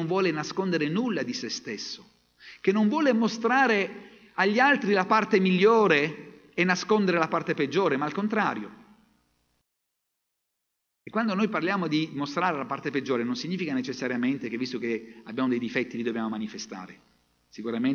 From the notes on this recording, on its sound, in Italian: Registrazioni dal vivo dalle comunità avventiste in Italia.